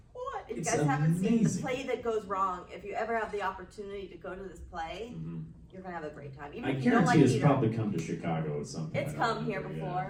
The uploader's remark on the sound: recorded at Days of the Dead Chicago on November 19, 2021